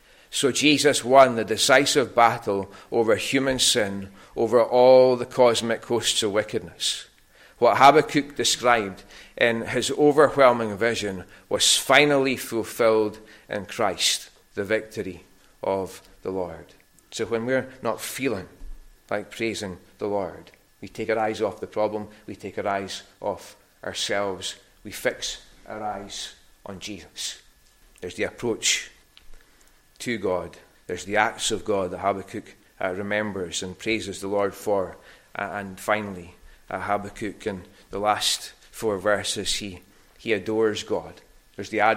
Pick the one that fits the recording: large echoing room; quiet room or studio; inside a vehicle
large echoing room